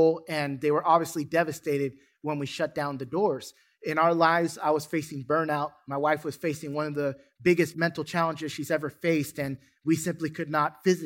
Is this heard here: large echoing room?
yes